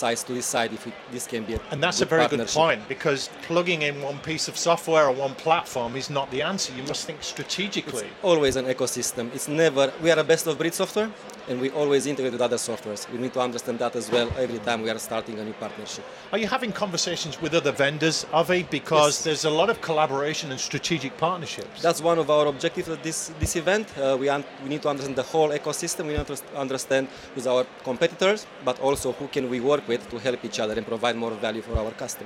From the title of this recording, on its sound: Event Special - Accountex 2023 - Live Interviews